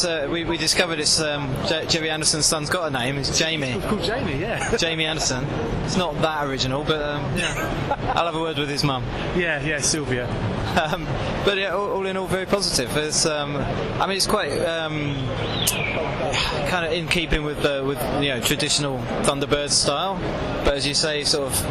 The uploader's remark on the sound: Record a podcast live from the convention floor at this October's MCM Comic-Con London. A little shorter and a lot noisier than usual.